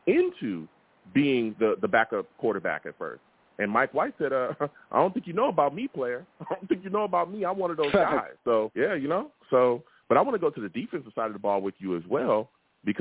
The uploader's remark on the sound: I also take live callers as well!